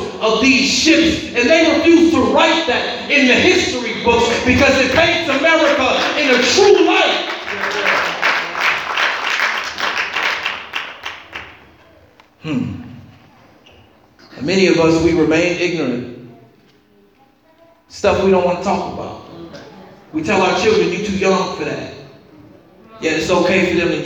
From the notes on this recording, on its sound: this was a message preached at Metropolitan CME Church in Cincinnati.